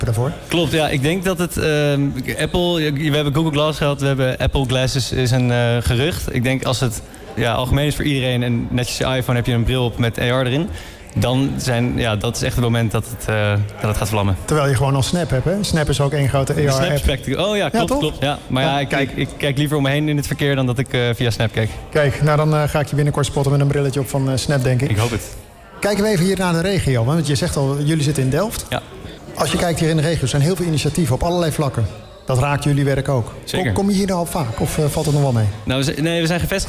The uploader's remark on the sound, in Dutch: Een van de events op de Floriade Expo-terrein vond plaats op 22 september: het Floriade Hub Café. Een live-radioprogramma vanuit de Green Innovation Hub in The Natural Pavilion met muziek.